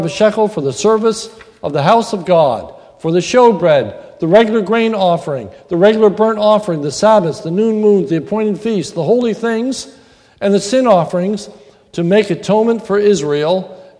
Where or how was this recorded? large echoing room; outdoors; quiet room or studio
large echoing room